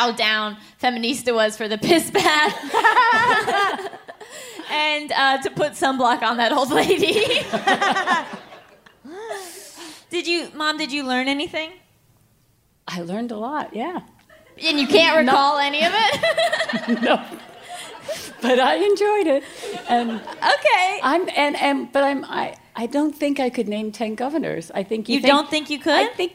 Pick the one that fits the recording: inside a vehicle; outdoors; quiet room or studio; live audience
live audience